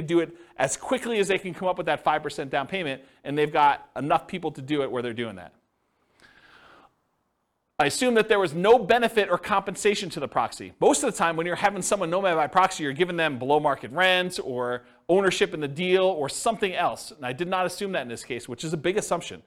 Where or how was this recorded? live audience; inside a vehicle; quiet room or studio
live audience